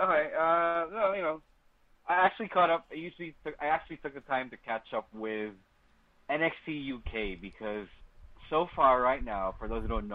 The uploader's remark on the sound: It's another phone call episode of the Podcast